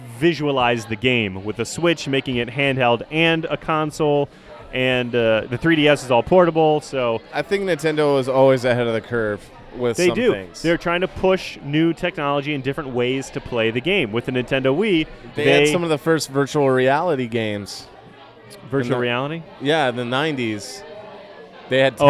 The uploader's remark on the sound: recorded at Off The Vine